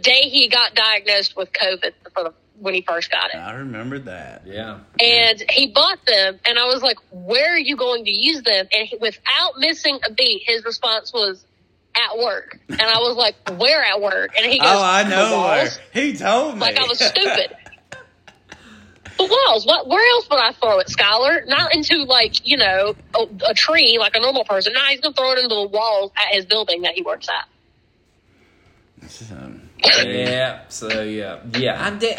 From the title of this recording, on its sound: A lovely phone call